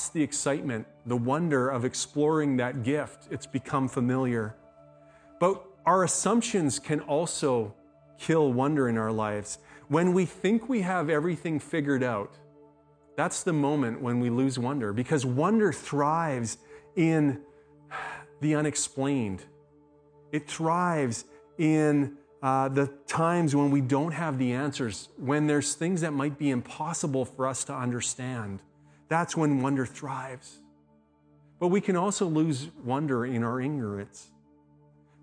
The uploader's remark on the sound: speaks at SouthRidge Fellowship, a Langley church